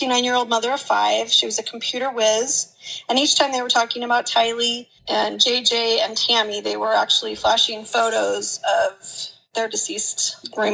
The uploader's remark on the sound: Our legal correspondent is on her lunch break. You will have to forgive us for the audio quality as this is being recorded on a phone, in the car, on lunch break!